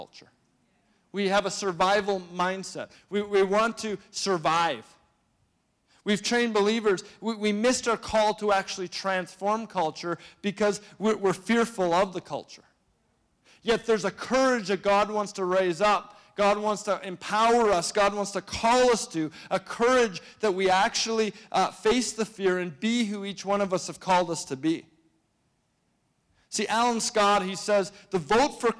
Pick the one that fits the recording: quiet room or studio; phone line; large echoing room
large echoing room